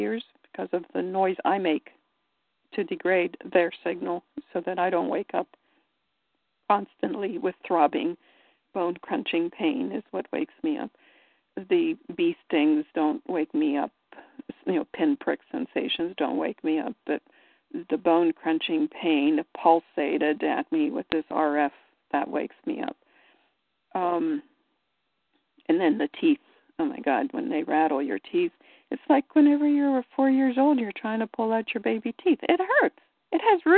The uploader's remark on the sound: FFCHT Conference Call